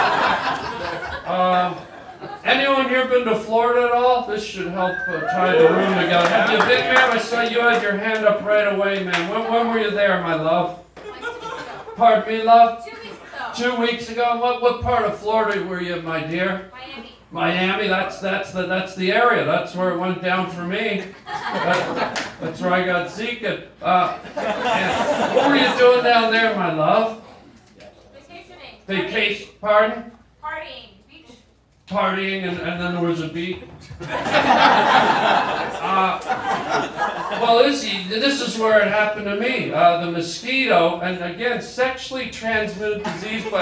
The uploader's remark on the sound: goes live on stage